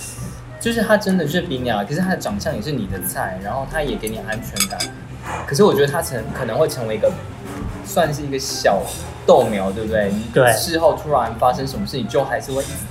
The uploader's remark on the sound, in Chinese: 很臨時在吃飯的餐廳突然錄音，收音很糟